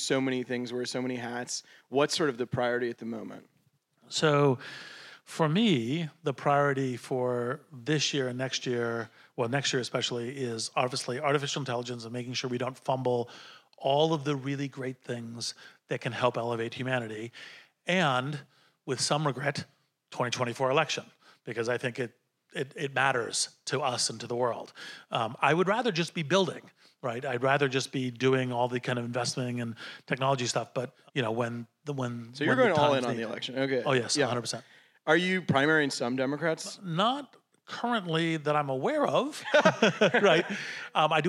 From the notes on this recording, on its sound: Two conversations from the Cerebral Valley AI Summit. Sat down on stage at the Cerebral Valley AI Summit.